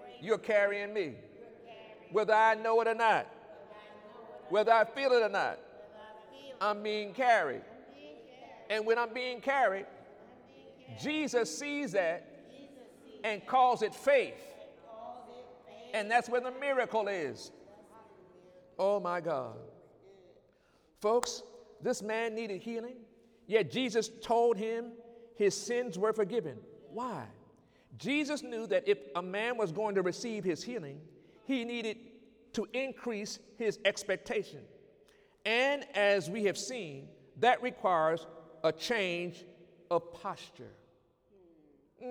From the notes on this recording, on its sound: During Sunday morning service on November 17, 2019